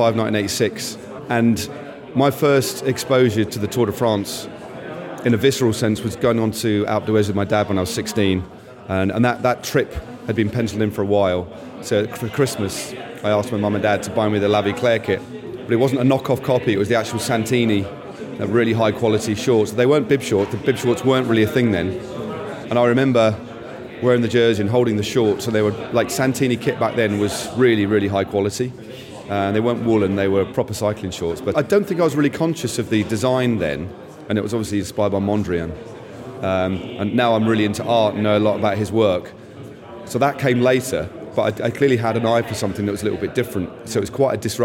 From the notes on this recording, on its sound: At the recent Rouleur Live show. We roved the halls of Rouleur Live to ask industry figures what their favourite pro team kit of all time is.